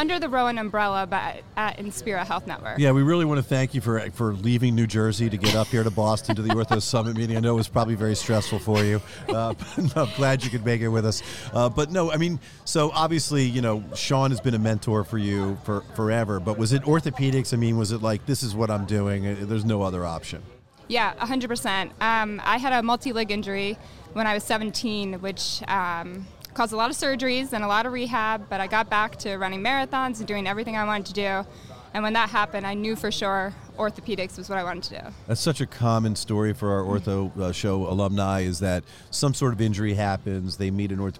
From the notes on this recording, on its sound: Recorded live at the 2023 Orthopedic Summit in Boston, Massachusetts.